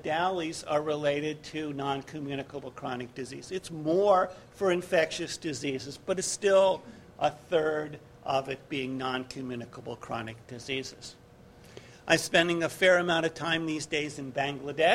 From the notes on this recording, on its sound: GBF 2010 - Opening Dinner/Keynote.